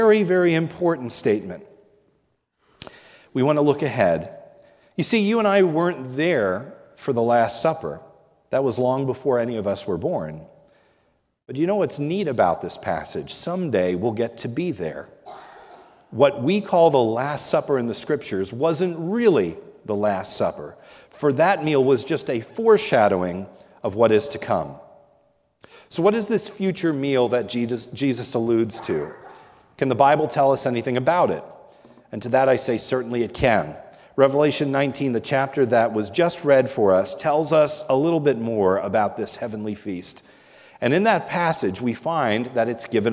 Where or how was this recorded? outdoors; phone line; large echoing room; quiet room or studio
large echoing room